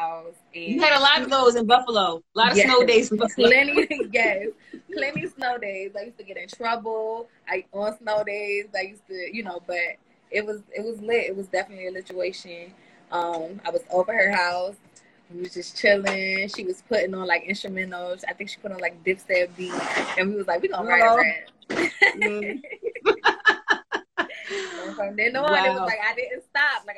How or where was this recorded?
video call